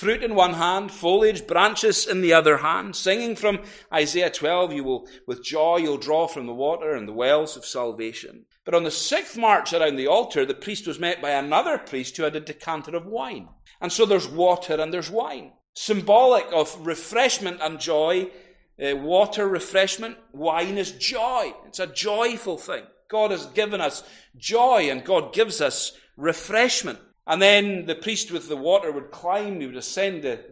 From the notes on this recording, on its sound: recorded at North Harris Free Church on Sunday, 18th June 2023